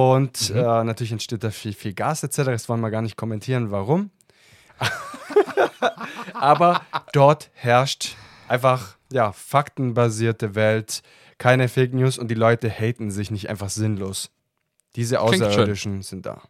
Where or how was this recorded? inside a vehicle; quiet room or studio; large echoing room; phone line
quiet room or studio